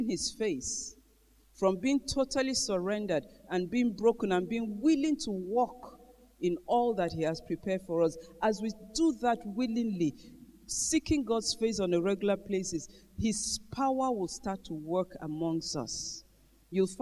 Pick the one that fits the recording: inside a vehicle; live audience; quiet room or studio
live audience